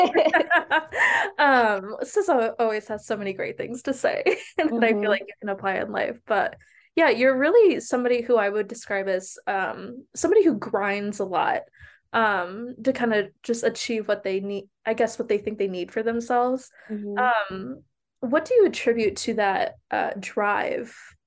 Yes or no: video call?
yes